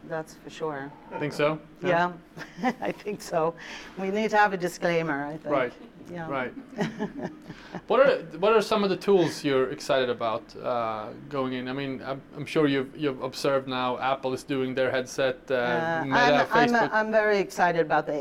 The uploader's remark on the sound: We revisit a live talk. Recorded at the inaugural Virtual Creatives Live event, co-hosted by Lynk & Co in Stockholm.